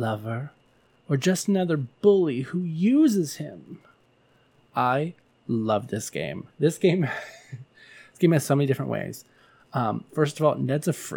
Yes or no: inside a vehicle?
no